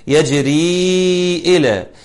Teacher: طبعا كلمة يجري تنتهي بحرف مد، وجاء بعد في الكلمة اول الكلمة الثانية الهمزة، وبالتالي يكون مد منفصل يمد بمقدار اربع حركات